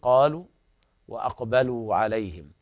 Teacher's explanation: الواو الأولى ساكنة مخرجها من جوف الحلق، أما الواو الثانية تخرج من الشفتين، فلسبب اختلاف المخرج ليس يكون هناك إدغام ولا تماثل.